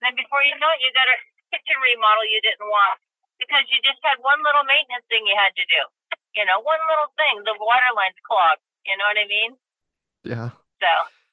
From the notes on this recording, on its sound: Heads up about the audio quality. Was in between work sites and actually did the interview from her vehicle on her phone. I've tried to clean it up as much as I can, but don't come into this one expecting studio quality audio from our expert today.